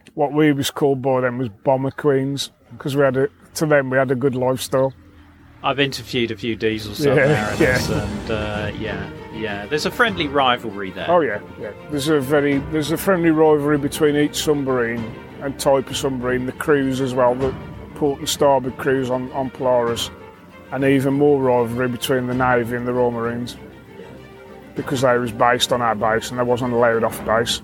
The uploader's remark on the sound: This episode was recorded at the Hack Green Nuclear Bunker Soviet Threat event so you will hear some background noise.